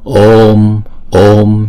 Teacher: chữ O là diphthong cho nên chúng ta đọc hai nhịp rồi chúng ta mới đóng chữ O lại